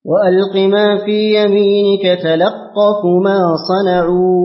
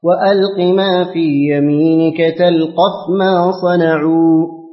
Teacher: قرأ حفص لفظ تلقف بتخفيف القاف ويلزم سكون ما قبلها · Shown in: second take · في مواضعه الثلاثة في الأعراف وطه والشعراء، فتعين للباقين القراءة بتشديد القاف ويلزم فتح ما قبلها.